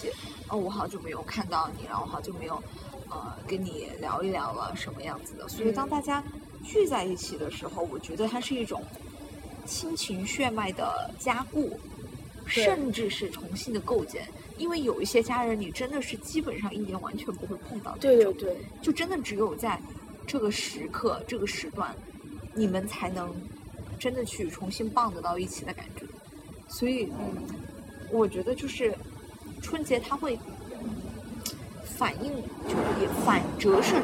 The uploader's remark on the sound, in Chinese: 本期节目的录制环境由于是在室外，因此收听过程中听众朋友们会听到一些杂音